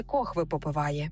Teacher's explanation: ми у цьому слові чуємо «хви», а це особливість південно-східного наріччя української мови